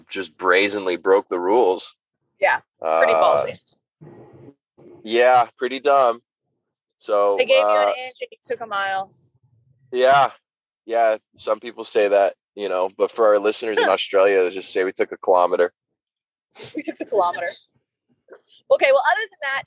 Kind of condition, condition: setting, inside a vehicle